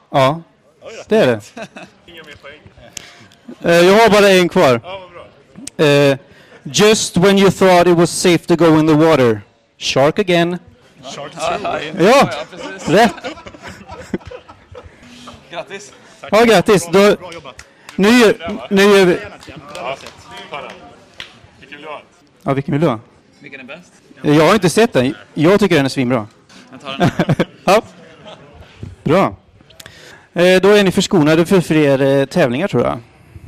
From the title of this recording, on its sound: Göteborg Film Festival Live